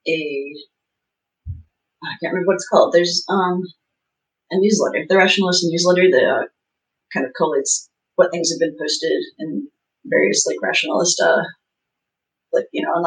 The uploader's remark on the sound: This is a recording of the live stream. Due to technical incompetence on our side, we lost the original audio, but managed to recover the episode. Since it’s a 2nd-source recording.